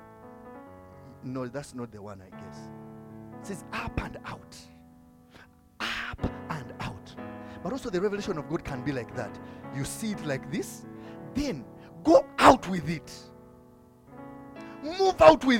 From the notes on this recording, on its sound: from the Limitless Worship Fellowship recorded on 5th August 2022